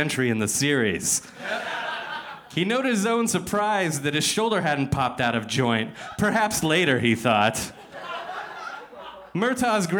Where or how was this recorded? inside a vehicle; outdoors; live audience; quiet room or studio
live audience